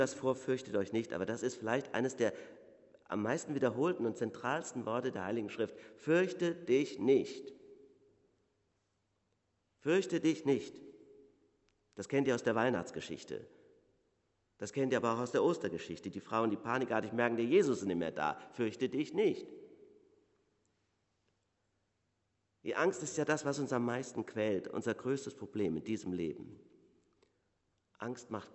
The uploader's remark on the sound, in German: Predigt Pauluskirche